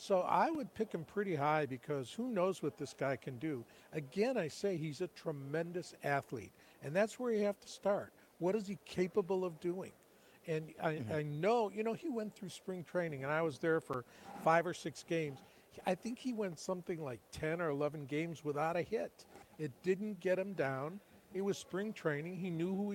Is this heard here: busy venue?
yes